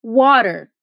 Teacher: o T sempre soa como T em palavras como water, que vai soar como water.